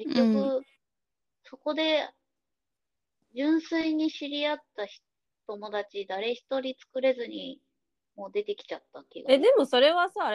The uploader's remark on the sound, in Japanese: リモート収録につき時々途切れてますが